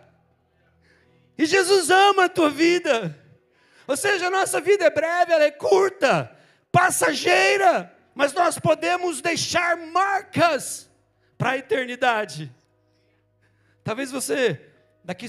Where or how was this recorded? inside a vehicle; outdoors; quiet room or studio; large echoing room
large echoing room